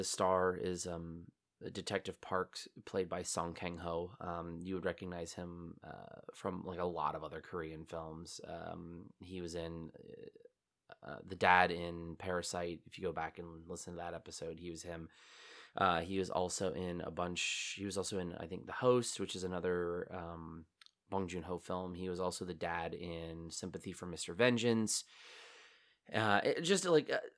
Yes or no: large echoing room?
no